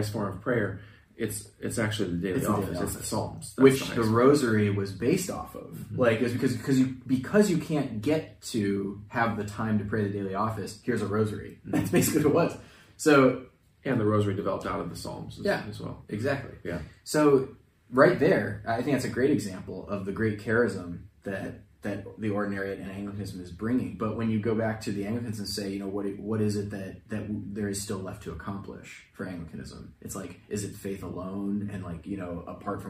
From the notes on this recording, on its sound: Apologies for the audio quality!—we had technical difficulties that required us to use the camera mics this time around